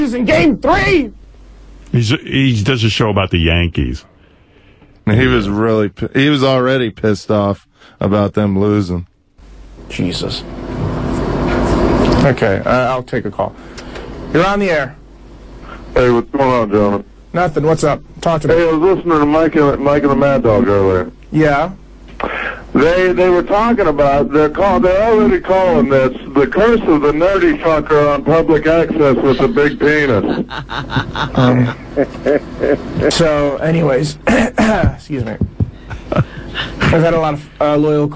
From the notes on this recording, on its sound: Prank Phone Calls Collection